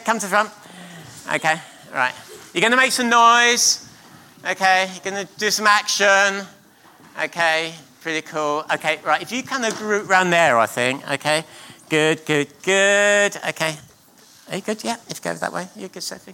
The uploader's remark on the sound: At King's Church, Cockermouth.